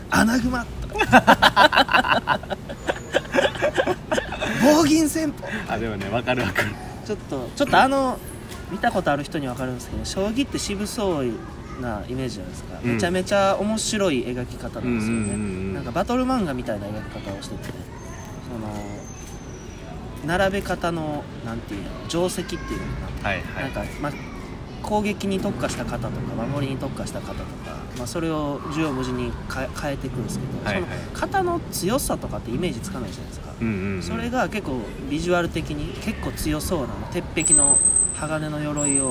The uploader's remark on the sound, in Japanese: あまりに天気が良かったので試しに公園で収録してみました。（雑音めっちゃ入ってます、、すみません。）。外録。